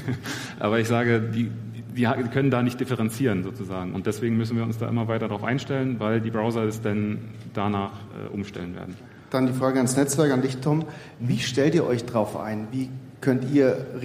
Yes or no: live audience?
yes